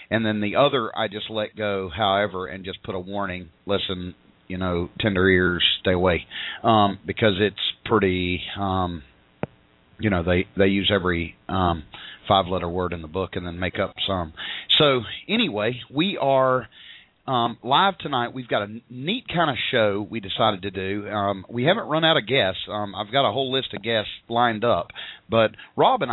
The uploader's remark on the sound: live call ins